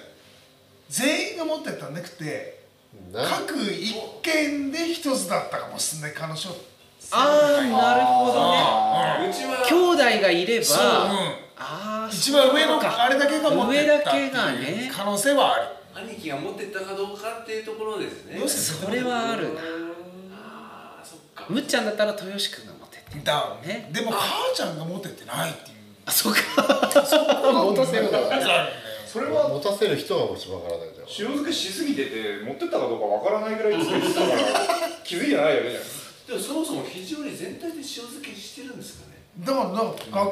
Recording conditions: poor sound quality